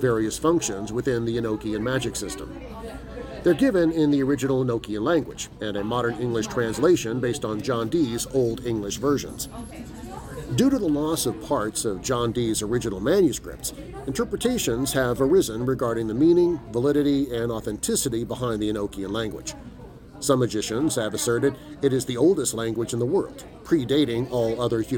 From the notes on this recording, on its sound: Recording live at Visually Odd Con 2022!